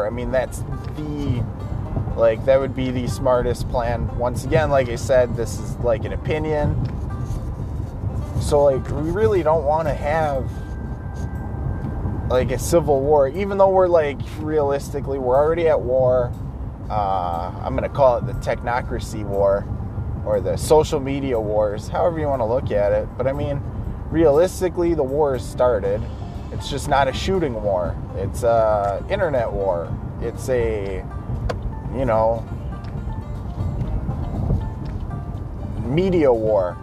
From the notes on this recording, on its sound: Car cast. Blowi g off steam in the car on the way to work.